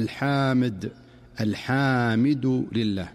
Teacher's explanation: ومن أمثلة ذلك في قوله تعالى: الحمد لله رب العالمين، فيقول القارئ: الحمد لله رب العالمين، بحيث يمد بعضهم الحاء مدا مفرطا فينطقها الحامد، الحامد لله، وكأنه أضاف ألفا بعد الحاء فيقول الحمد لله رب العالمين على سبيل المثال. · Term: التوليد